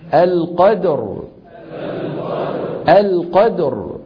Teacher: إن أنزلناه في ليلة القدر، في الوصل مكسورة أليس كذلك؟ فإذا وقفنا بالسكون تصبح الراء ساكنة وقبلها مفتوح، فنفخم